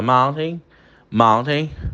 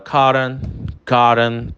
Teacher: se você ouvir atentamente os nativos falando, você vai perceber que eles usam mais esse glottal stop do que o normal